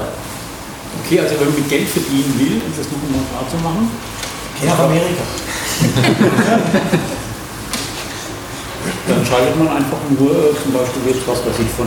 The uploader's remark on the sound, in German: Mitschnitt Vortrag